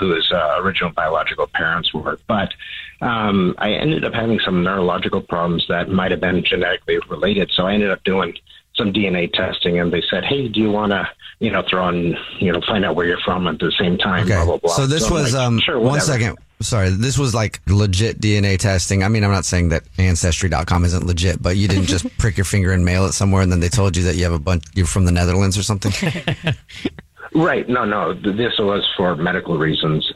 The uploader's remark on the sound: There is a guy on the phone who has a secret about his family that could completely change his family.